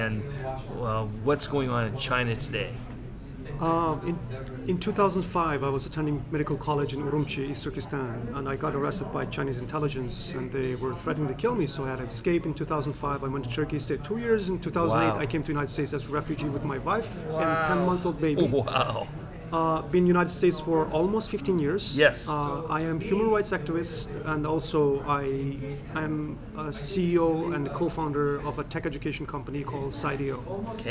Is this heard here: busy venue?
yes